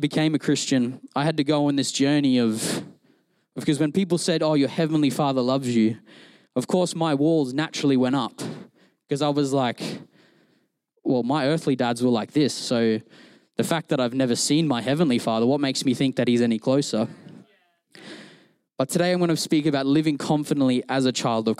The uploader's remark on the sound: Recorded during our Melbourne East service